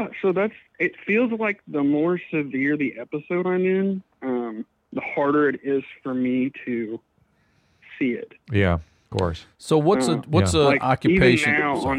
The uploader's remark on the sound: They answer a few live calls